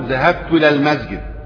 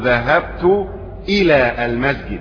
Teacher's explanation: لا ينبغي أبدا أن تخفى الهمزة، بل ينبغي أن تكون قطع، أي تظهر وتقطع الكلام · Shown in: second take · وتقف عليها حتى تظهر في الكلام. · Term: همزة قطع